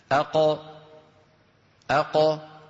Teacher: القاف منين بتطلع كما نرى؟ من أقصى اللسان مع الحنك اللحمي